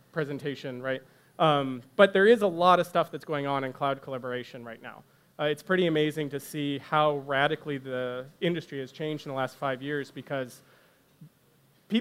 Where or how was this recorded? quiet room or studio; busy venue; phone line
busy venue